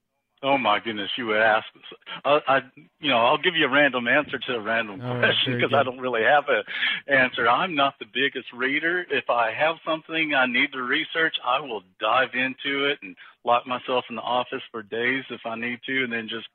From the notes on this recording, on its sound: This episode was recorded during the Covid-19 quarantine. Sound quality may vary because conversations with our guests are taking place over the phone.